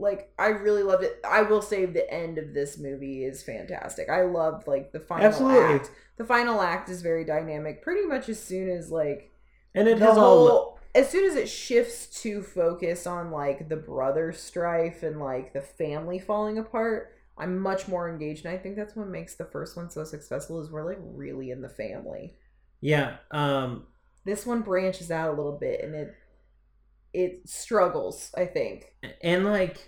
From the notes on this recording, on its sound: There are definitely mic issues once again, but you know, stoners set this damn thing up.